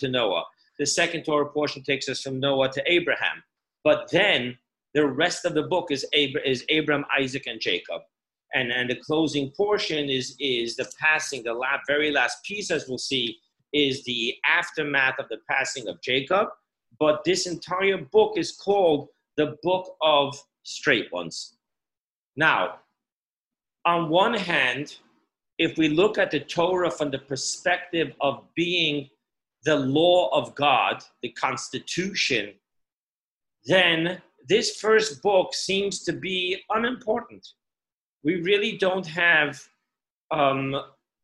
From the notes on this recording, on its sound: Parsha Zoom Class.